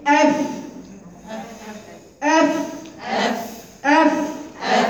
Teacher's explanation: طبعا الفاء فيها همس، فيها هواء بيجري